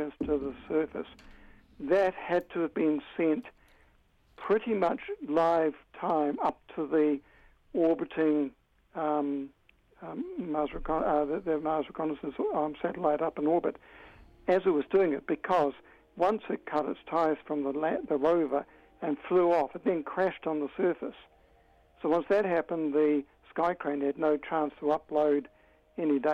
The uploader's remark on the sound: jumps on the phone to chat